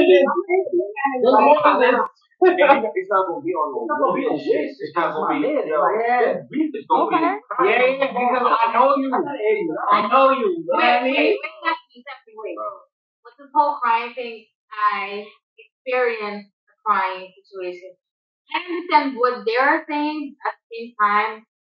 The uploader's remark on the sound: I do apologize for the poor audio as I am learning as I go through this journey.